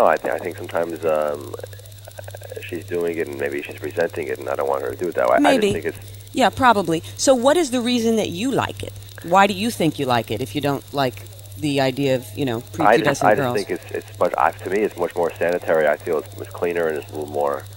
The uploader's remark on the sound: This is a Sex Calls caller on our Saturday night live show.